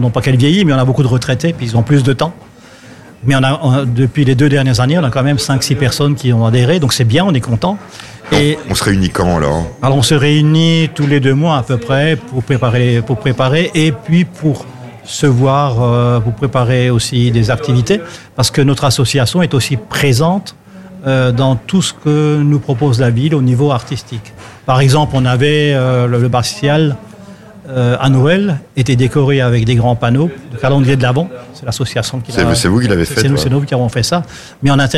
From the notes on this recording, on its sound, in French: Dans le cadre de la fête de la musique à Munster le samedi 24 juin. En direct depuis le restaurant La table des malker.